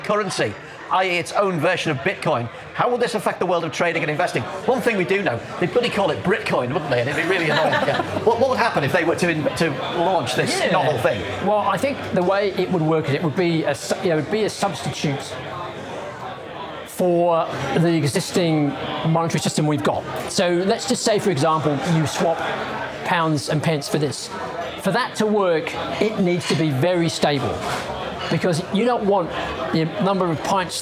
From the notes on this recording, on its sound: Live in London!